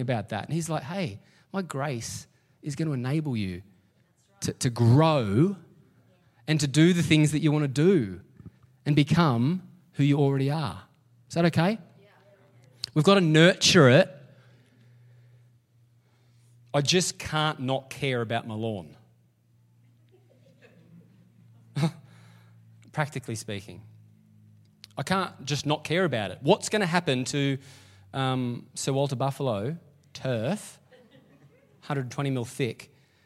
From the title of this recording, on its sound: LIVE at Echo Church